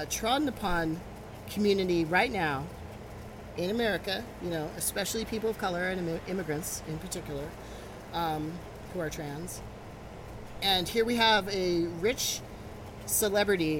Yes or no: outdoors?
yes